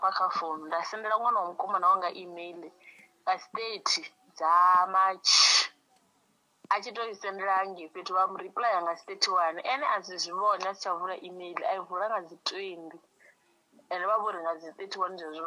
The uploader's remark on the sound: Over the phone.